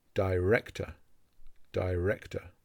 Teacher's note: This word has the I sound at the start and a weak schwa sound, at the end.